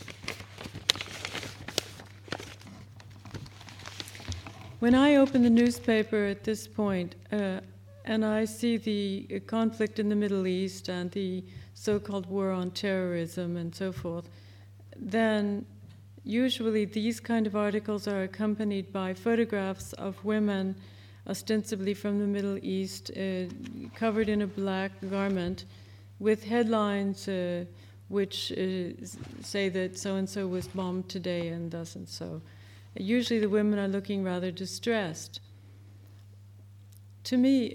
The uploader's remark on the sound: Recorded live at the ICA.